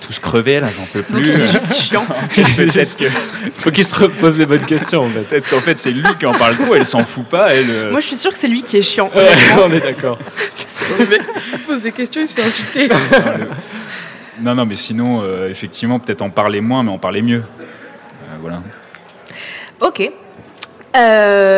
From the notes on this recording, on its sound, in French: C’est l’Académie du Climat, haut lieu de l’engagement politique écolo à Paris, qui nous ouvre ses portes. L'endroit idoine pour un enregistrement spécial et en public avec nos militants.